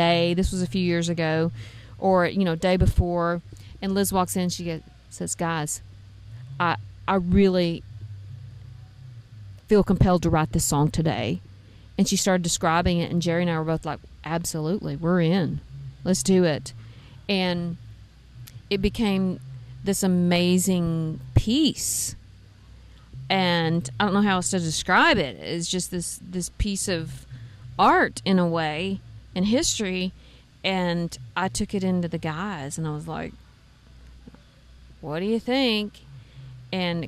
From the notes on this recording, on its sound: In this interview, she sits down backstage on a Saturday night at SamJam Bluegrass Festival in Piketon, OH.